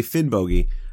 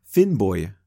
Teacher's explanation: Now, I know when I say Finnbogi, I'm putting too much emphasis on the O in the second syllable, but I would say that the hard G that I'm using in Finnbogi is much closer to the Old Norse than the soft Y that you find in the modern Icelandic